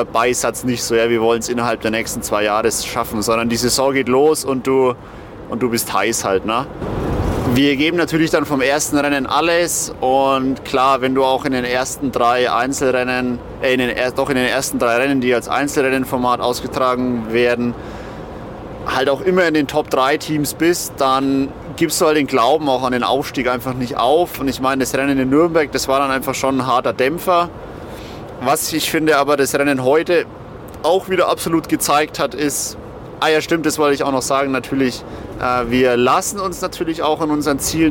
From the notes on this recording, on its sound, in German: Vergangenes Wochenende haben wir unser Mikrofon wieder heimlich mit in die Sporttaschen der Jungs gepackt und herausgekommen ist wieder eine feine Live-On-Tape Folge - ungeschönt - ungestellt. Das Wochenende in Viernheim zum Saisonabschluss der zweiten Bundesliga Süd.